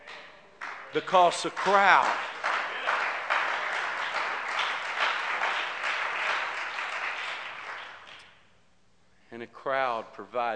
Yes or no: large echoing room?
yes